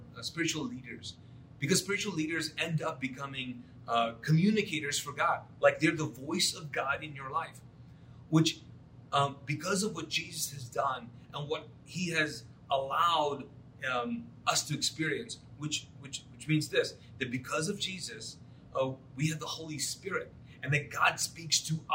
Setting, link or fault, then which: setting, large echoing room